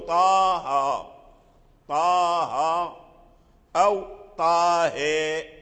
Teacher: وإذا كان على حرفين يعني في فواتح الصور فيمد مد طبيعي، مثل الها من طه أو الطا من طه، فلا تمد مدا زائدا، تقول طه طه أو طاه. ومثل